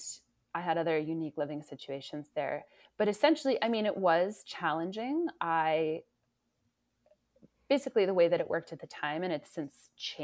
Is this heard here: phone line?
no